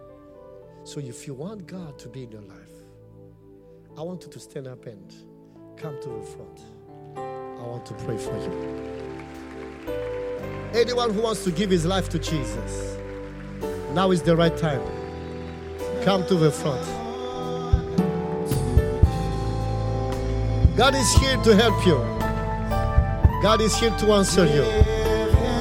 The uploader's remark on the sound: Preached at the Qodesh